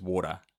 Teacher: the New Zealand accent, our pronunciation of the letter T is D, if it's in a word, in the middle of a word ever